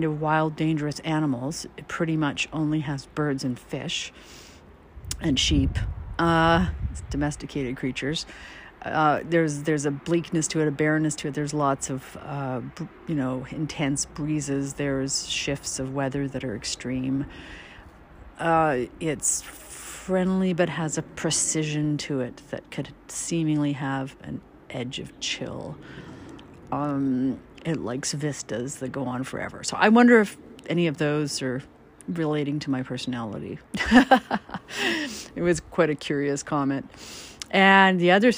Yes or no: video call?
no